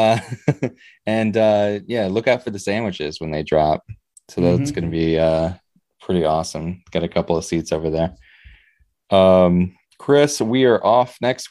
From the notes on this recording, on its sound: Recorded Live on Zoom on 8/30/2021